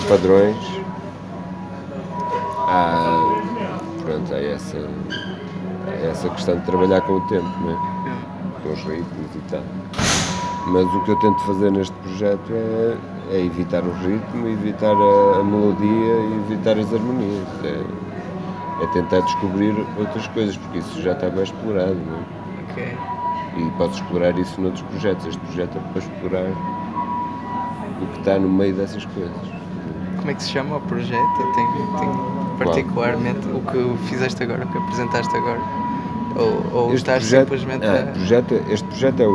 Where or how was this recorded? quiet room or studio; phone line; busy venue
busy venue